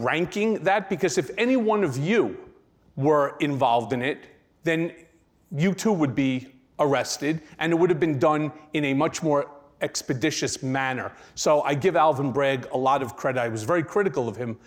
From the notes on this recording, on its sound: Took the stage at this year's Crosscut Ideas Festival. At the Crosscut Ideas Festival in Seattle.